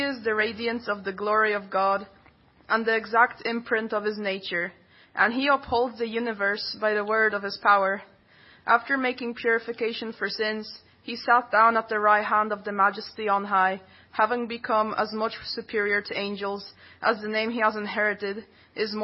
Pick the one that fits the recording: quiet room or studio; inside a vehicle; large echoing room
large echoing room